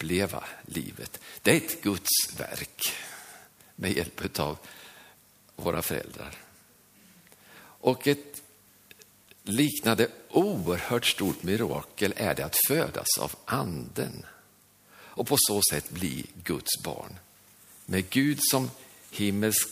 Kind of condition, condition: setting, large echoing room